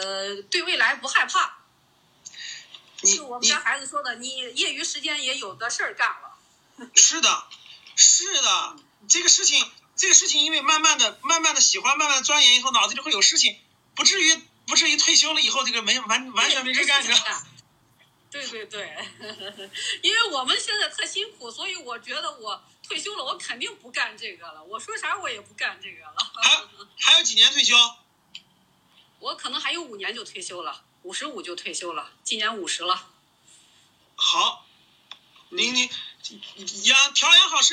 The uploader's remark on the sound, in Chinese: 录音：跟学员连麦直播现场。